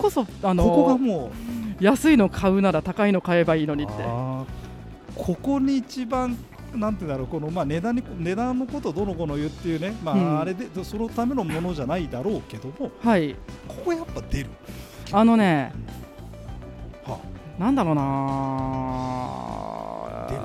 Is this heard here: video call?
no